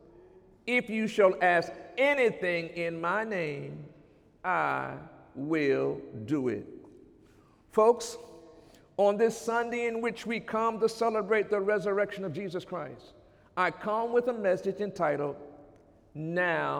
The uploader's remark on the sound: During Sunday morning service on April 16, 2017